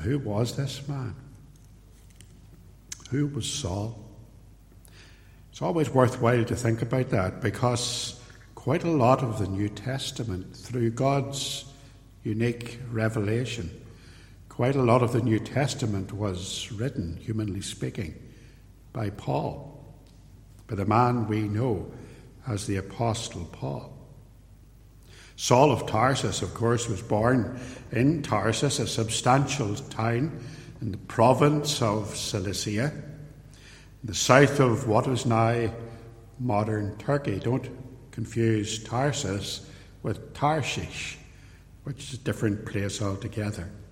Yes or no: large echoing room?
yes